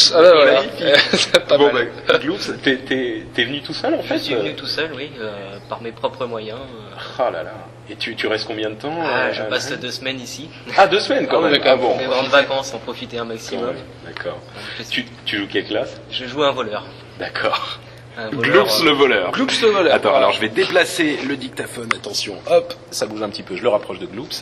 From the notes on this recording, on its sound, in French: En direct de la Blizzcon, nous discutons de cette première journée à Aneheim.